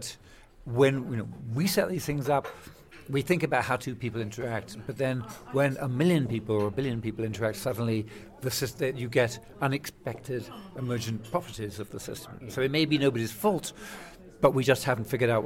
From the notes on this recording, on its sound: Today’s pop-up podcast from the World Economic Forum. Speaking before an audience at a live taping of the podcast in Davos.